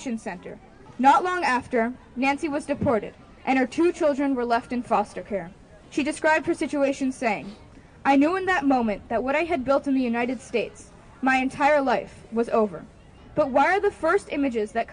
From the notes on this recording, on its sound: Trailer Talk is combination live performance, community event and radio broadcast based in the New York's Catskills region.